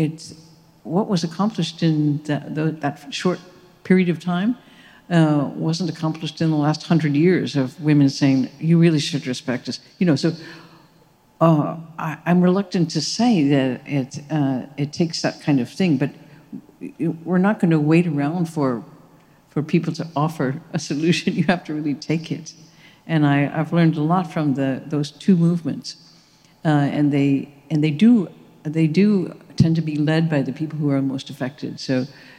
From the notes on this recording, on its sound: as part of a live event recorded last year during the Chicago Humanities Festival